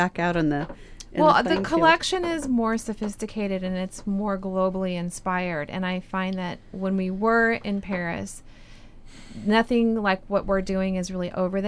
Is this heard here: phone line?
no